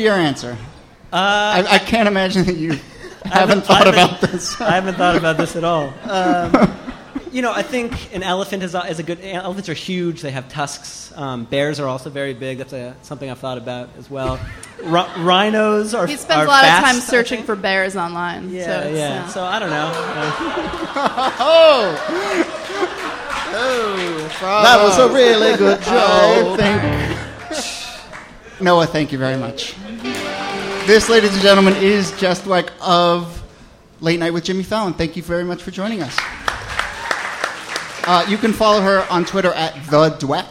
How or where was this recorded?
live audience